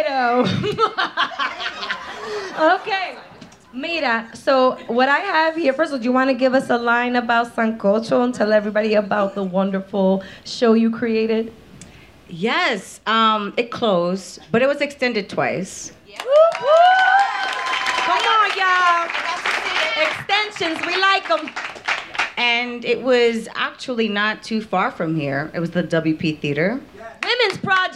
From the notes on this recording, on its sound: Live from The Triad Theatre in New York City. Recorded in front of a live theatre audience.